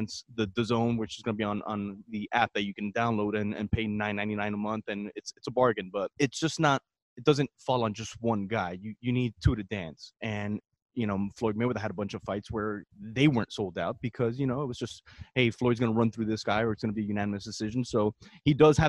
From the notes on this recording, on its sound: live from the MGM in Las Vegas